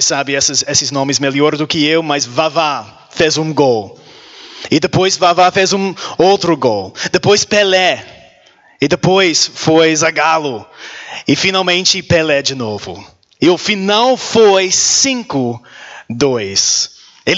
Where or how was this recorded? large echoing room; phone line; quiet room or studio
large echoing room